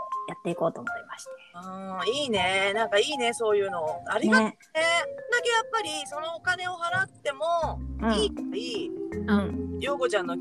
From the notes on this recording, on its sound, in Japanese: 運転中のため、音声が聞き取りにくくて申し訳ございません！